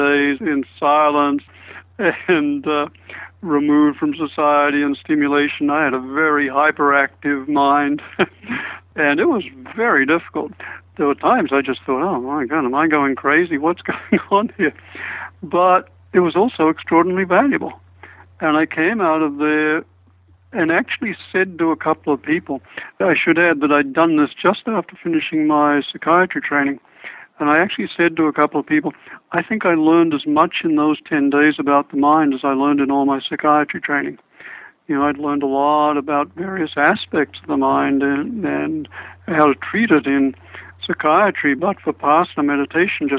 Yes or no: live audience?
no